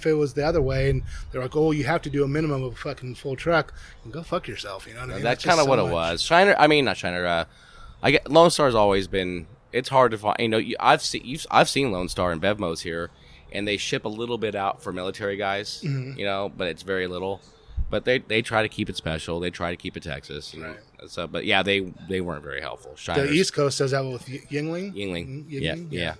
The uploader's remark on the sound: Podcast recorded live on the main stage at Grand Ole BBQ y Asado in Flinn Springs, California.